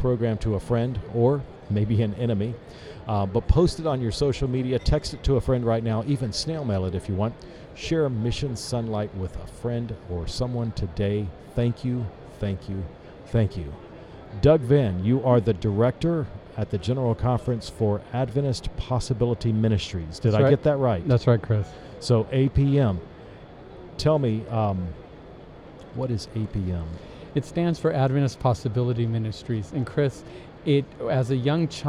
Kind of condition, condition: setting, busy venue